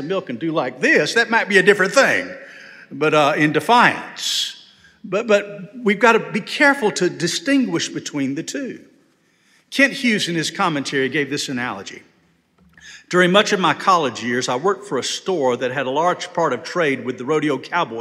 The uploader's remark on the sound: This sermon was delivered on August 20, 2023 at First Baptist Church Hendersonville, NC.